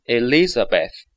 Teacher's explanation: TH 是咬舌音，千万不要说 Beth，不是丝啊，是舌头放在牙齿之间